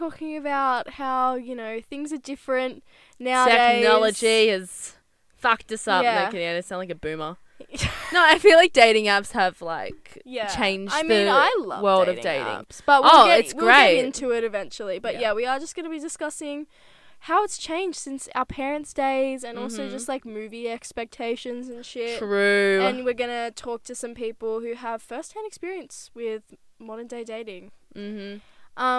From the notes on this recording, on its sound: Taking you on a ride in the CAR this week. This little road trip.